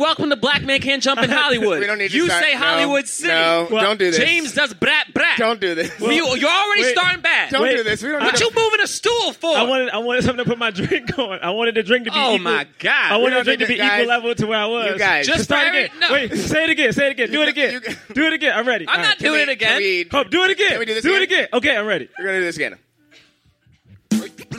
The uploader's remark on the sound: Live at The Hollywood Improv